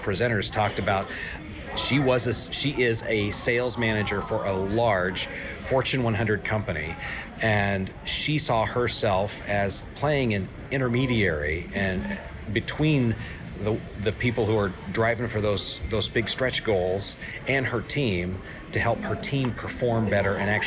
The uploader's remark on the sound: broadcasting live from the TTI Success Insights Conference